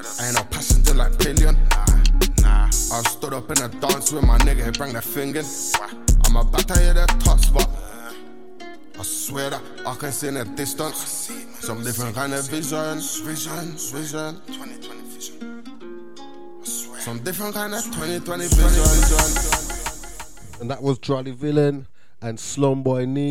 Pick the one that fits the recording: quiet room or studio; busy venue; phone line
phone line